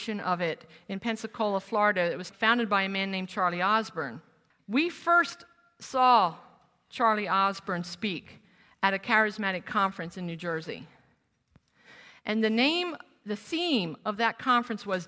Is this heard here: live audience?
yes